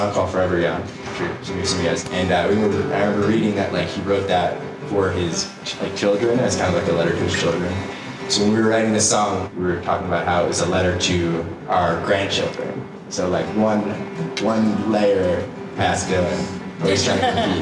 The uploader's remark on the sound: was recorded live before an audience